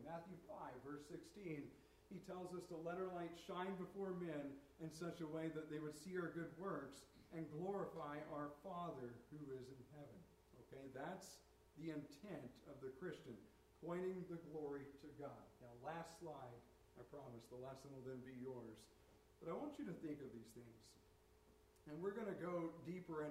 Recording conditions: uneven or low level